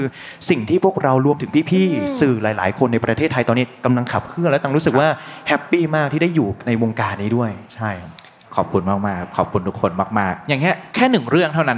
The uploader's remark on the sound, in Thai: บันทึกการเสวนา จากเวที Learning Fest Bangkok 2023 ที่ TK Park